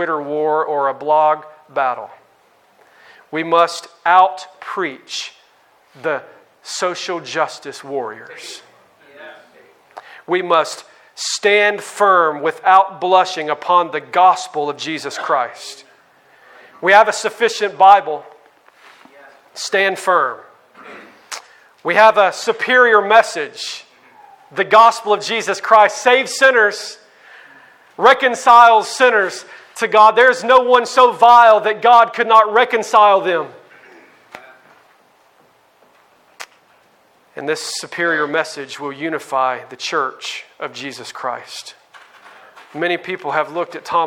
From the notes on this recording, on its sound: on May 15, 2019 at the Founders “The Gospel and Justice“ National conference in Louisville, Kentucky.